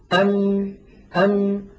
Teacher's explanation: إذن نصف الميم الشفوي في الحقيقة شديد، لكن النصف الخيشومي قابل للمط · جزء شفوي وهو انطباق الشفتين على بعضهما، ويصاحب ذلك غنة من الخيشم. مجموع هذين العملين يشكل حرف الميم.